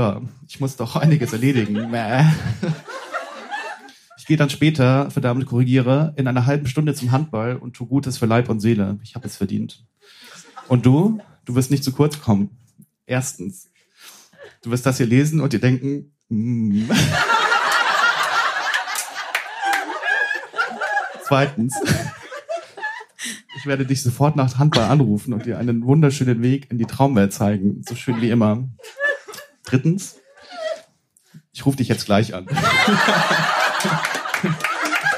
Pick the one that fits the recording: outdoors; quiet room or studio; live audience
live audience